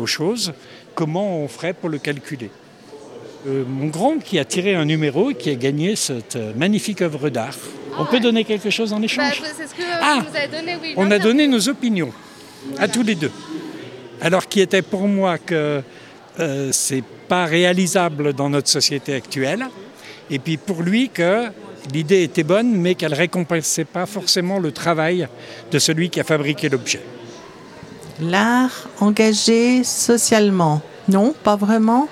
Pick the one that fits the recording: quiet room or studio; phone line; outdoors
outdoors